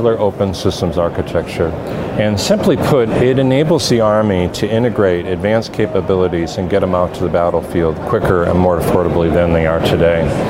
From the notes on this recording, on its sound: Mercury Talks MOSA live from the 2022 AAAA Summit. LIVE from the floor of the 2022 Army Aviation Mission Solution Summit.